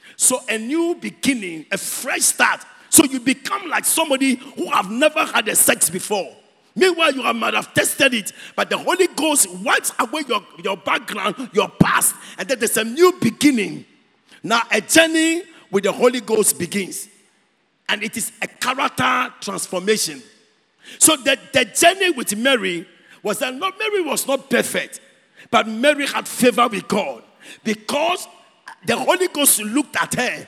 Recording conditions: large echoing room